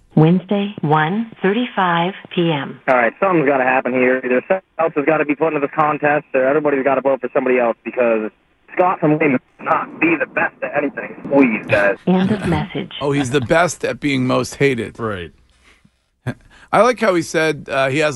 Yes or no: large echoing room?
no